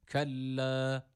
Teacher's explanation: Burada şeddeli lam elif var. Bunu uzatırken bir elif miktarı uzatıyoruz. E-A arası bir ses veriyoruz. Kella değil de kelle.